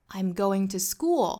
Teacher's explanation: 比如说我强调在 school 上面